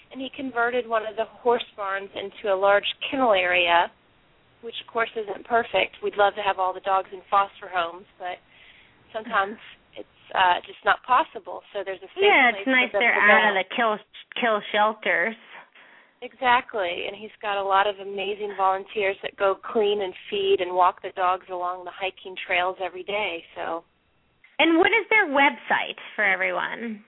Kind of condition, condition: link, phone line